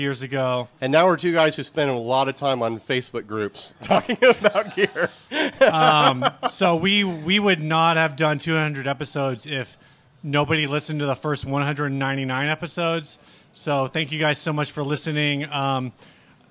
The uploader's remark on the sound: We recorded this live at Tiger!